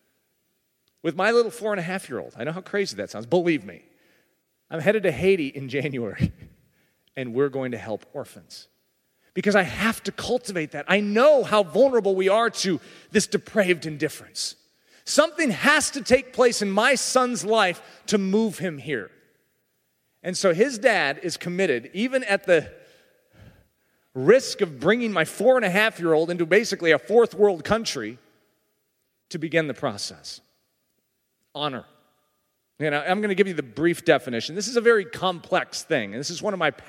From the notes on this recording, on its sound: speaking at a Pro-Life Gala in Santa Barbara, California